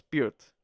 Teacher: the last half syllable is an R